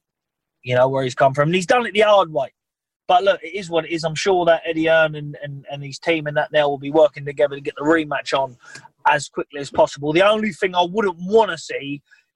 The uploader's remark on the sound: via Zoom